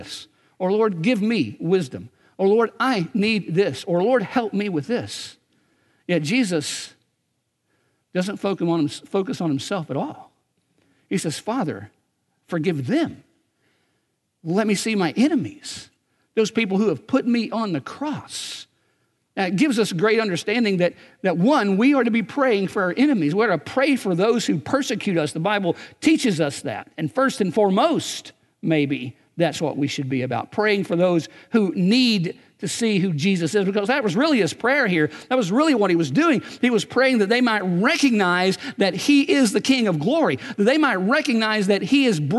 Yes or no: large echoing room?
yes